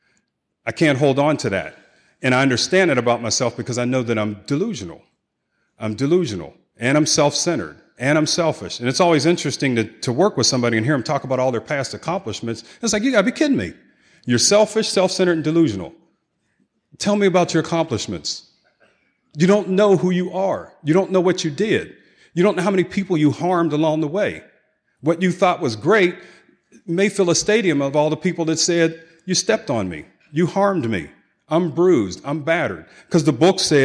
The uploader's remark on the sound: 2016 San Diego Conference Keynote Speaker